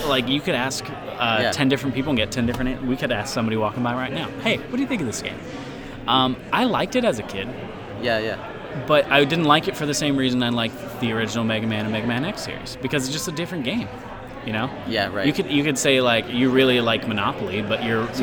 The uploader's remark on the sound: records an episode live at MAGFest 2018's MegaMan-athon Charity event